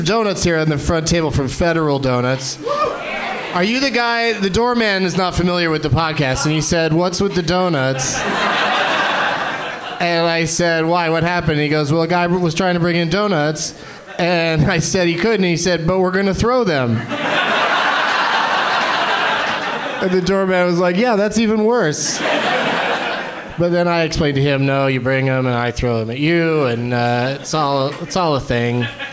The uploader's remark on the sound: Live from the Helium Comedy Club in Philadelphia